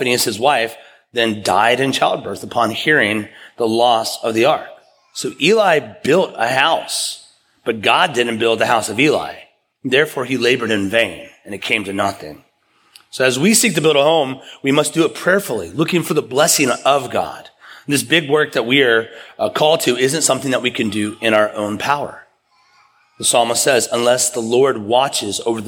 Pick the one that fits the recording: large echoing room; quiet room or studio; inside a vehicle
large echoing room